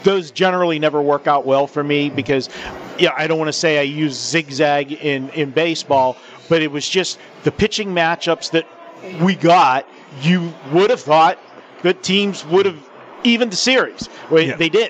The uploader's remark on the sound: Live from the Super Book at Westgate Las Vegas